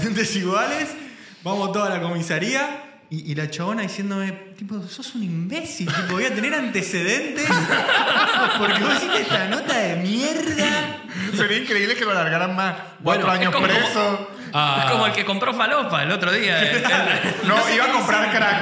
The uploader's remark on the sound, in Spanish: Estamos EN VIVO en el TEATRO CHACAREREAN